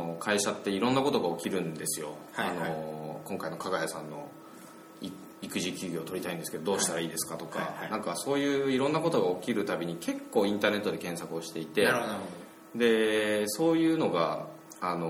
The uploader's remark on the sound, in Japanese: 今回は初のランチ収録